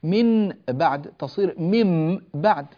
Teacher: النون الساكنة تنقلب إلى ميم إذا جاء بعدها حرف الباء